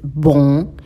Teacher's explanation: la ON es nasal, por eso suena bon, sale como de la nariz